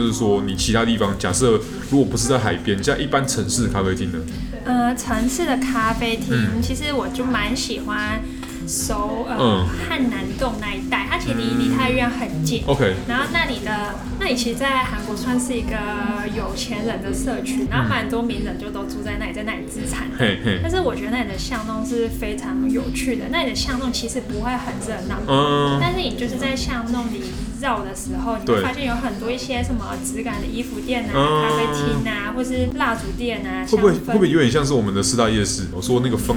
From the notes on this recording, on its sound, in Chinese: 本集白噪音指數：柔風級 3/5。錄音地點： Boulangerie Ours。